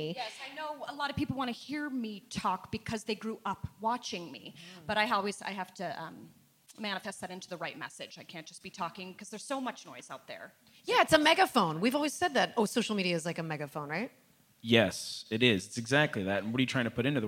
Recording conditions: live audience